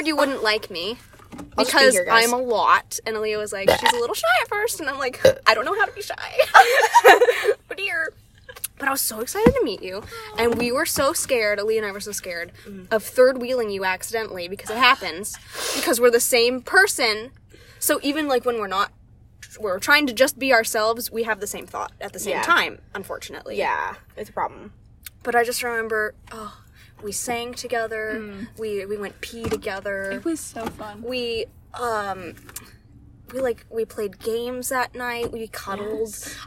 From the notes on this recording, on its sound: Pizza Hut Parking Lot. A late night, spur of the moment episode recorded in a parked car on voice memos in the parking lot of a Pizza Hut.